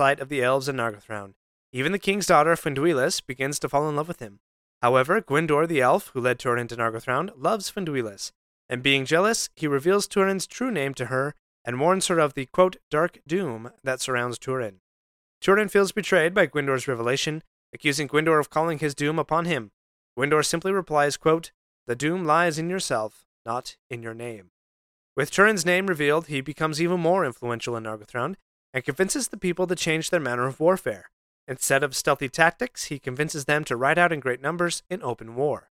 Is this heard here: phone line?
no